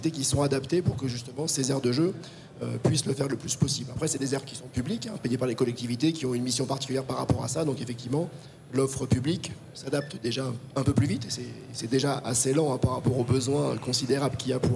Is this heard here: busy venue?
yes